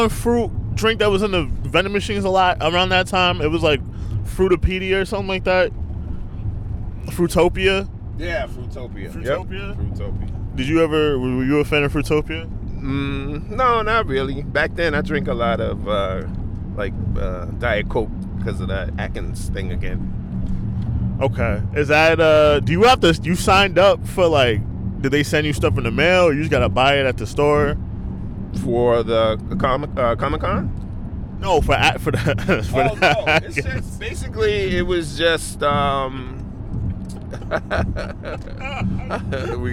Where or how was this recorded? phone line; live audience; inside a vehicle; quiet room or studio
inside a vehicle